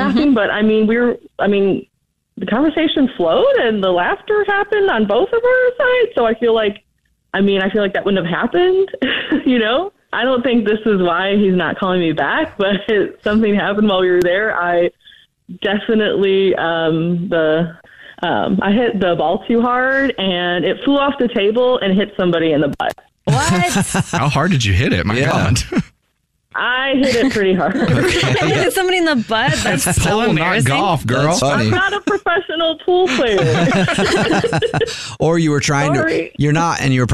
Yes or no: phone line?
yes